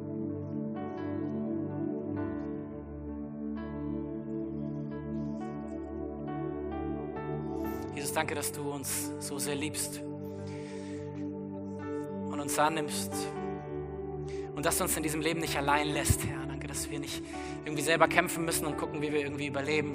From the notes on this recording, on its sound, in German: aus unserem Gottesdienst am 14.